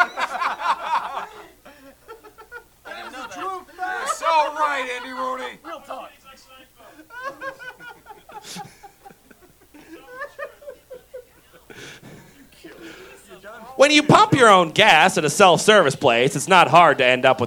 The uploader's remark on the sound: The live shenanigans continue!